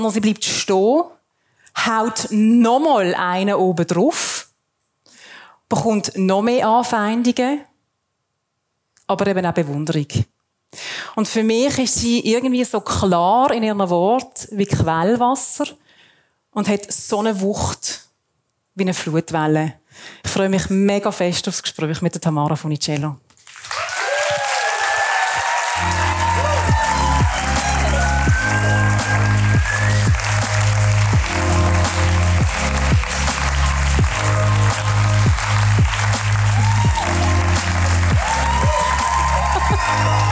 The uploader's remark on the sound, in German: Sie erzählt vor Publikum im Plaza Club in Zürich.